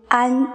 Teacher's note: 先发啊的音，然后舌头逐渐抬起来。顶住上牙床，发前鼻尾音 · Term: 前鼻韵母